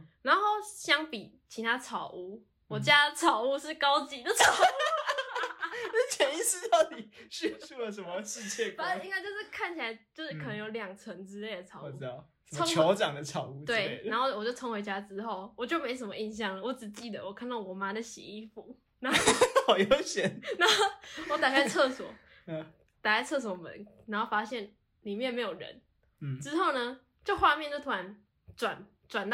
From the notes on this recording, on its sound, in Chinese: 這次音質大家見諒見諒